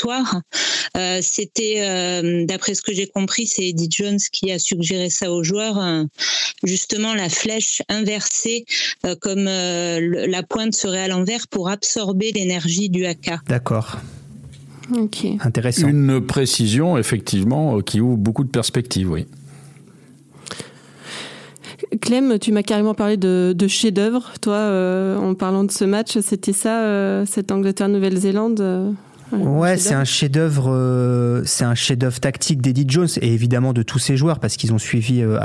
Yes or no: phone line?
yes